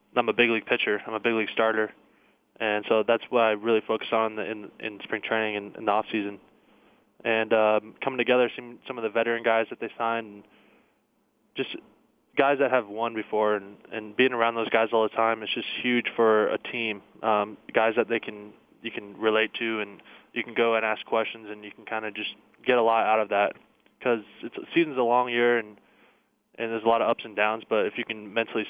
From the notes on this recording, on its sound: called